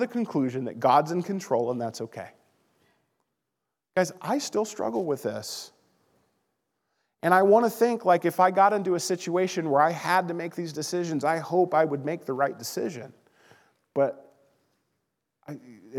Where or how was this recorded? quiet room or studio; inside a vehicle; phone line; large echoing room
large echoing room